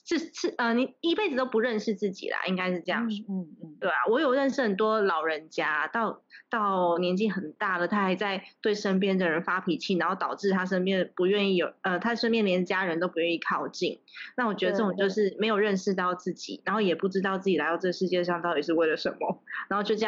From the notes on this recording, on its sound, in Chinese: 這次是我第一次嘗試遠端視訊防疫採訪。人在南部。昨天下午的爆雨導致網路不太穩定，讓我一直很在意錄音品質，一直無法完美同步，Lag變成有點搶話的狀況。